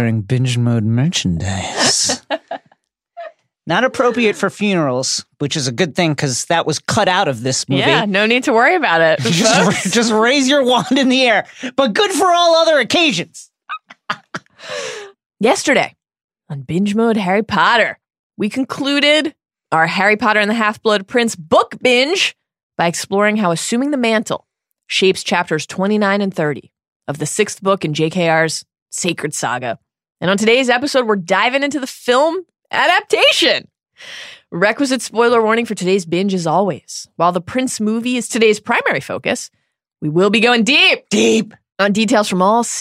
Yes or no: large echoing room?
no